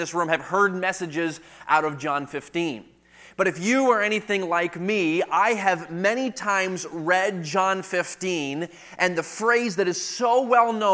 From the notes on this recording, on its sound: Delivered at the 2023 Thee Generation Youth Summit at Falls Baptist Church in Menomonee Falls, WI.